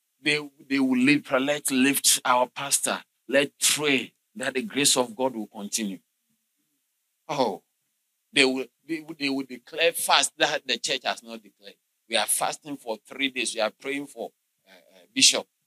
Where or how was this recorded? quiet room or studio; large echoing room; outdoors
large echoing room